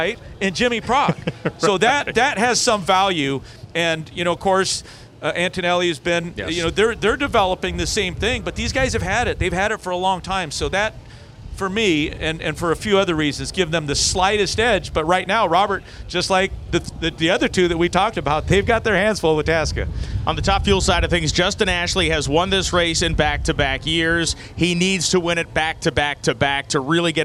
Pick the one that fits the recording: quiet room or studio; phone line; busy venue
busy venue